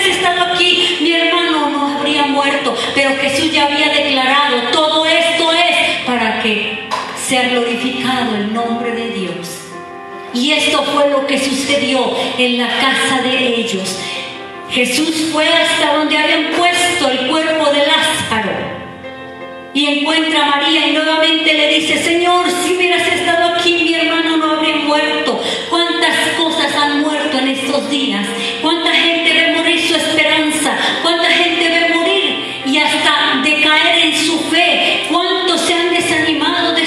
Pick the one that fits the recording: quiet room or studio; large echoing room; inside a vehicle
large echoing room